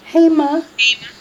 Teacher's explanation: Accents on the first syllable.